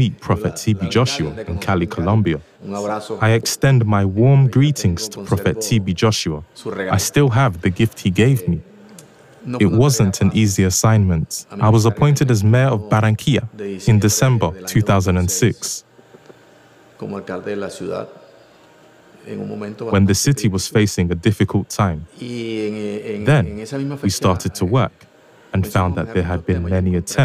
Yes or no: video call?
no